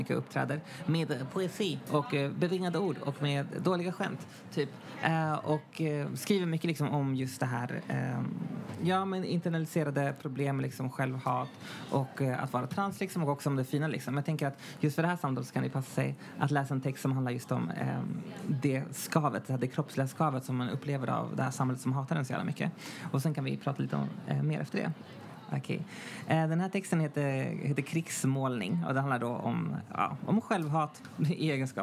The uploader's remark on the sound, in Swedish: Live från Statement Festival